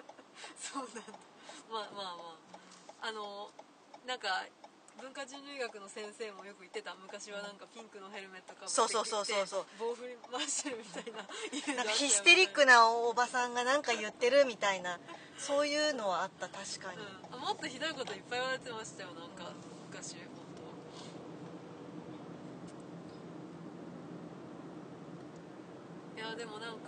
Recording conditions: inside a vehicle